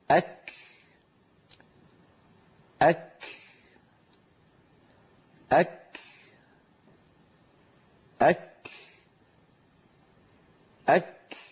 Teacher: إذن الكاف فيها أمران عندما تكون ساكنة، اصطدام يعطي صوت الكاف ويعطي صفة الشدة فيها، ولما يبتعد اللسان عن مخرج الكاف ينطلق النفس الذي كان محبوسا خلف اللسان. إذن الهمس في الكاف ليس يعني عمل يتكلفه الإنسان، هو أمر طبيعي. · الجزء الأول من نطق الكاف عبارة عن أن اللسان يرتفع فيصطدم أقصاه في مخرج الكاف عند الحلك اللحمي والعظمي · Term: كاف ساكنة مهموسة